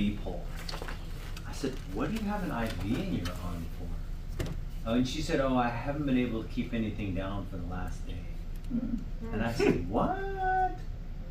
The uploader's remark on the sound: encouraging message from our recent Right Arm Revival Conference